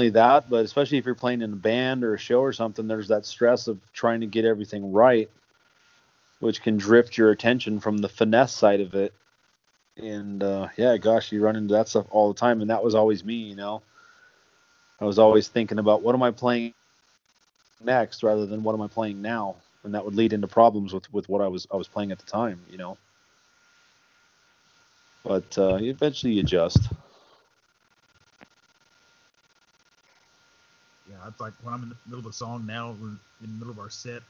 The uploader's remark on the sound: I was having some mic issues, and the sound is hit and miss during the episode. I did what I could to fix it, but hopefully it's not too distracting.